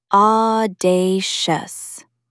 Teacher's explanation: Stress the middle syllable.